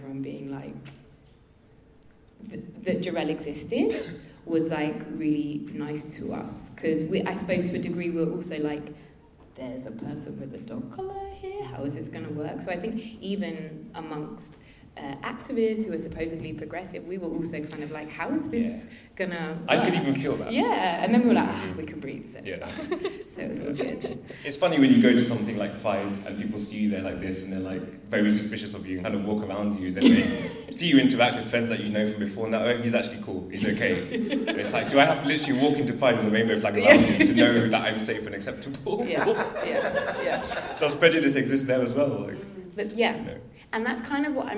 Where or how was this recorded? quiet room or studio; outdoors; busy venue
busy venue